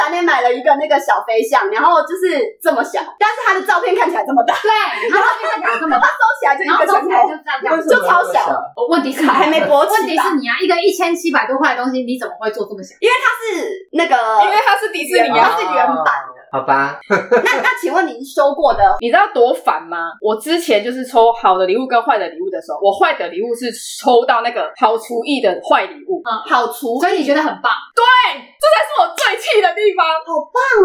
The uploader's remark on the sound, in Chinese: 本集音質不好。